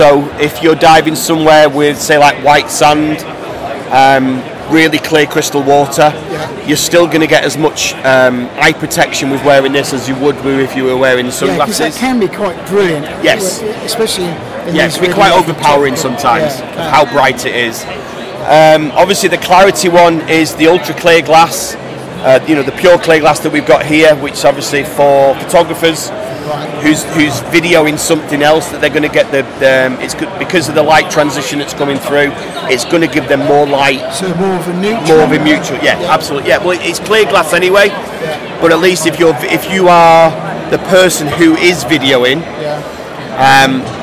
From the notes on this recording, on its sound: The Go Diving Show 2022. We recorded a few interviews with exhibitors on Saturday 5th March. These is an in show recording so there is some background noise!